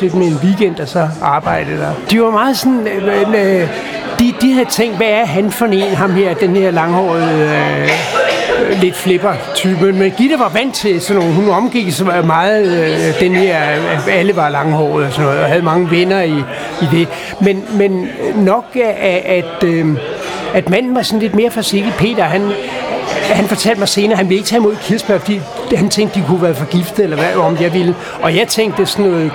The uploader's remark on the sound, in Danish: Optaget på Axelborg Bodega, København.